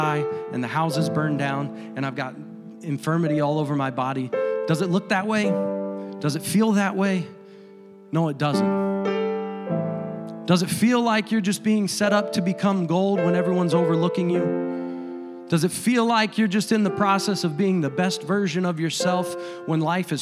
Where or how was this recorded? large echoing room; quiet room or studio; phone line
large echoing room